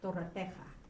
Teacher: Why did I vocalize this shiva? It's because it is preceded by a long vowel ah